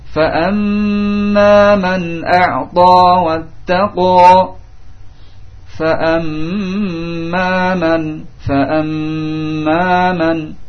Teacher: Tetapi cara penunaiannya itu dengan ditasydid dan ditahan, didengungkan dua harakat. · Term: gunnah